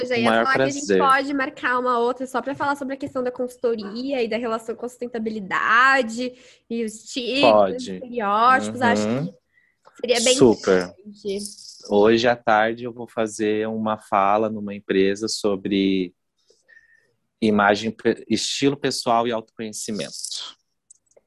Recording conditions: video call